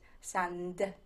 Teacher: But the end of the word, the N and the D, are both alveolar, which means you make them with your tongue against your teeth